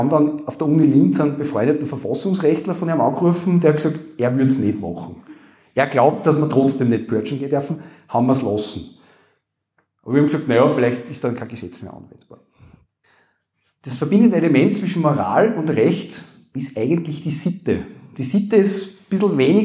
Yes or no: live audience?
yes